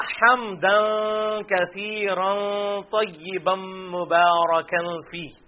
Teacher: ظاہر ہے یہ تنوین ہے، اس کے بعد کاف آ رہی ہے، اخفاء بھی ہوگا